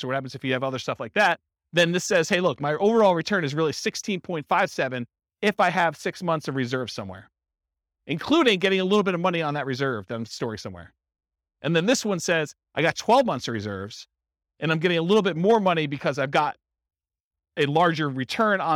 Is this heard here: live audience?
yes